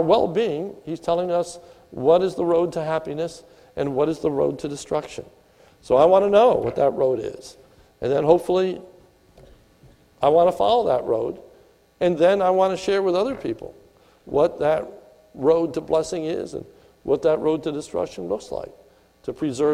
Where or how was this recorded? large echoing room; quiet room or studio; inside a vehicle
large echoing room